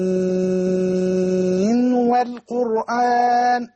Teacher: إظهار النون عند الواو في الوسط. طبعا احنا عندنا يعني في النون السكينة والتنوين بنضغم النون اذا جاء بعدها واو من السكينة بعدها واو، لكن هذه خالفت القاعدة.